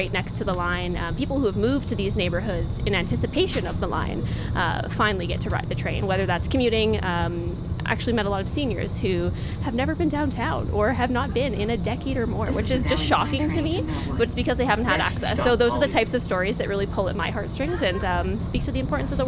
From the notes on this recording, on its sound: Speaking Municipally ON A TRAIN. Recorded on the Valley Line Southeast LRT!